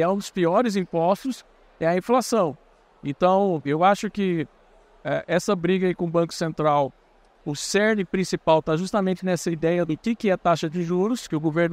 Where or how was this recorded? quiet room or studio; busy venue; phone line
busy venue